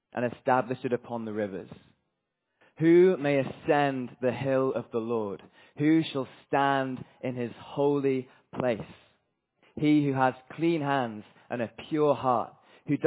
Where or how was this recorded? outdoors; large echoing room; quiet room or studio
large echoing room